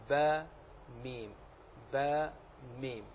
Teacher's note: الباء والميم بانطباق الشفتين